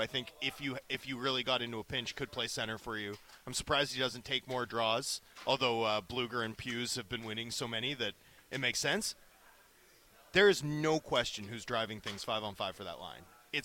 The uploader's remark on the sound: LIVE from Canucks Alumni Luncheon!